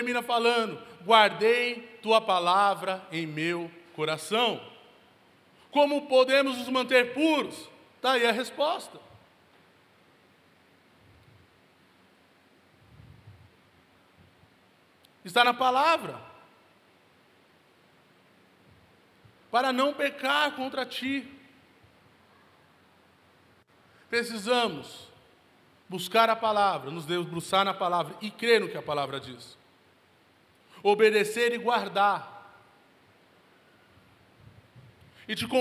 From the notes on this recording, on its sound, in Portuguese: Local gravação: Onda Dura Belo Horizonte